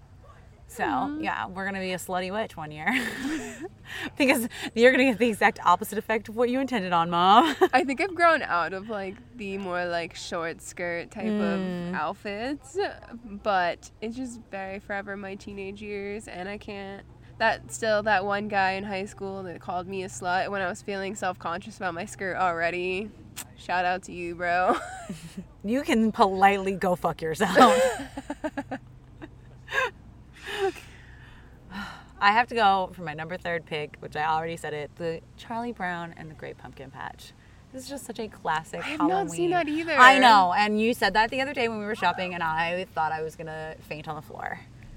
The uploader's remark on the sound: We did a live recording at our favorite apple orchard.